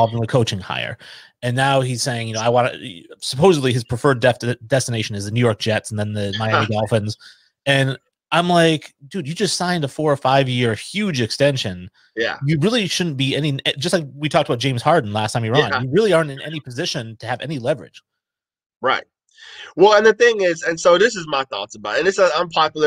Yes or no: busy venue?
no